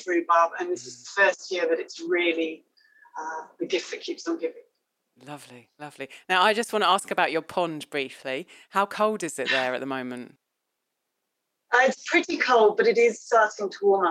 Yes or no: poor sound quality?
yes